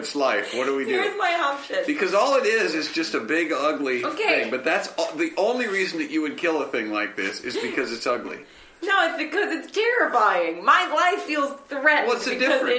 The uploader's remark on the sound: Please forgive the audio issues. We were rubes back then... (Not like now--because these days we always get our audio equipment to work perfectly.)